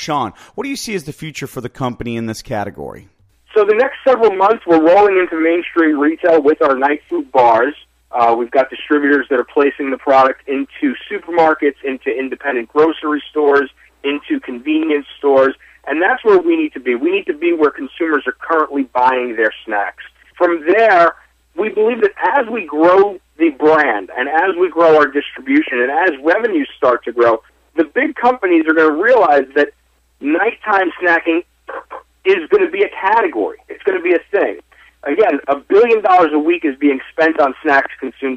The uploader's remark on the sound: called in to SmallCapVoice